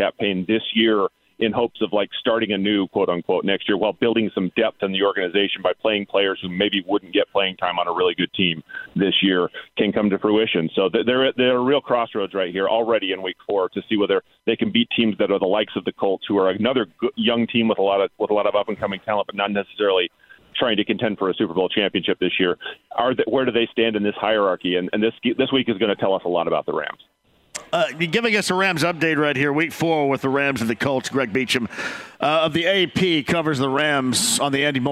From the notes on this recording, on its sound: Call in from Rome ahead of the Ryder Cup to give a golf update!